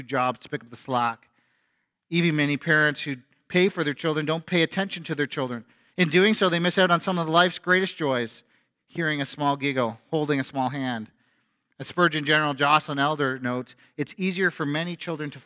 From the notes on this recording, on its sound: A sermon from FBC Church in Cobourg,